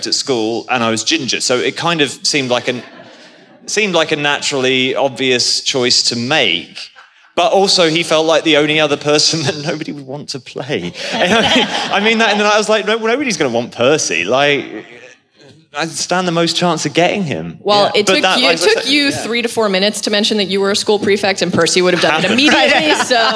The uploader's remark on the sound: Live From LeakyCon 2018.